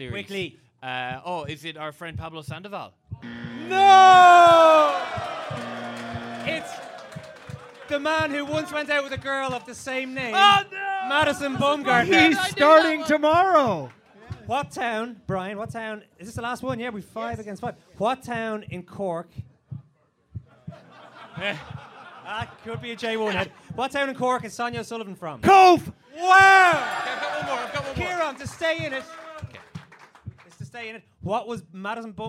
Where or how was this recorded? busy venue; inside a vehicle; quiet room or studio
busy venue